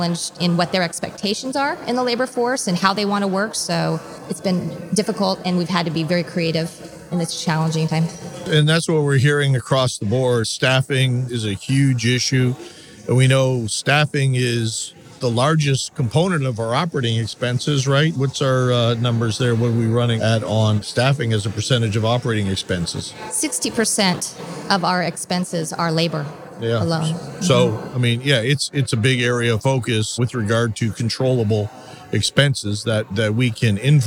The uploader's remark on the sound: This episode was recorded at the NIC Spring Conference.